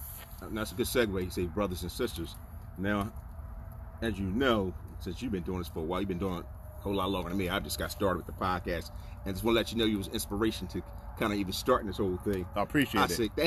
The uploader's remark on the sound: We sit outside. By the fire with our sticks and a glass of well you know.